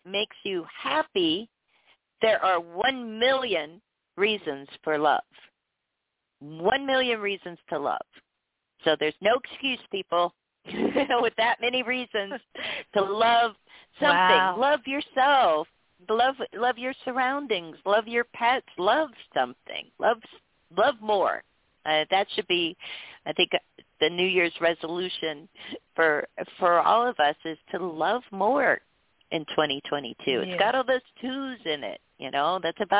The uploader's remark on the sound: Taking your Calls for FREE Tarot Readings, Live On-Air!